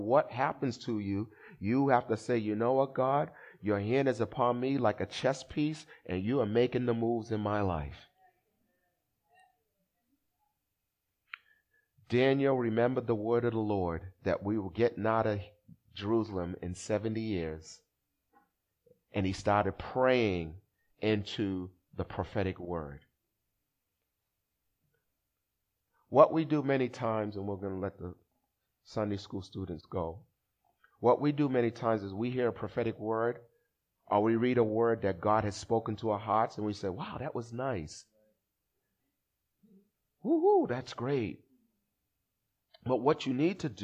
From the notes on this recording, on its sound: Recorded at the 8:30am Service on 2017-04-30.